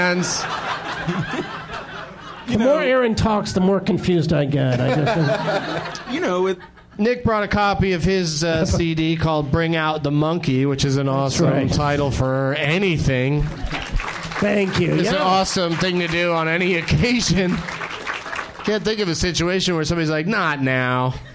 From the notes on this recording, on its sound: Live from Zanies in Rosemont, IL.